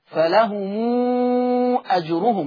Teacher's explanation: لأن الميم هنا ميم جمع جه بعدها الهمزة، فيصل ورش هذه الميم بالإشباع · Term: صلة ميم الجمع